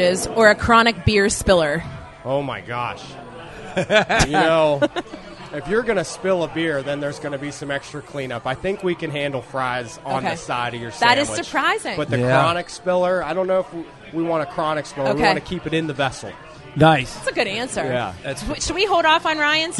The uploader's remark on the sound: Thanks to Fueled by Hops Podcast, we simultaneously recorded at Primanti’s.